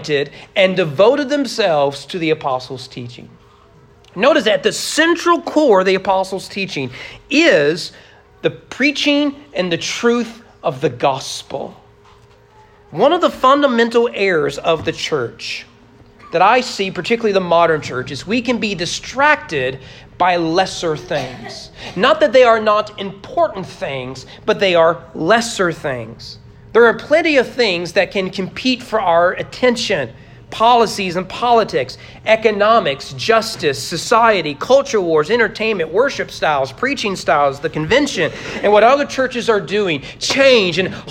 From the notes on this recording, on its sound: Sermon preached at Trinity Baptist Church on November 20, 2022 during morning worship.